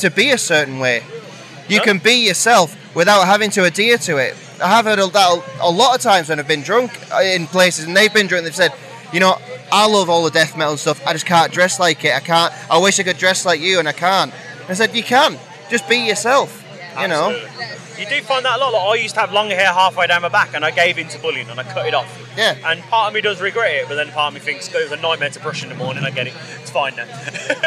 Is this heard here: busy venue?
yes